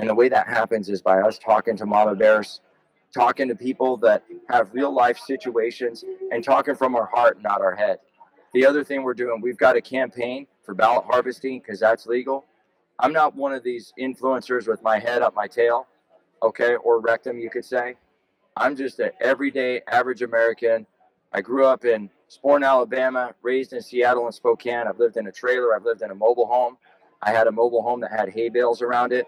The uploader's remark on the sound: We had the opportunity to chat with him for a bit on the phone. He was in a restaurant at the time, so there is some background noise.